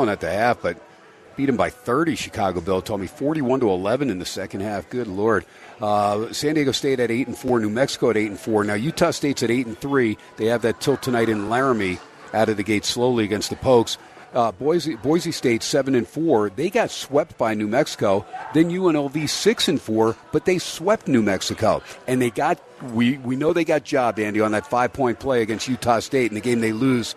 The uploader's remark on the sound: SPORTSXRADIO VALENTINES DAY AT STEINERS PUB 2/14/24. "Live" #SteinersPub #LasVegas.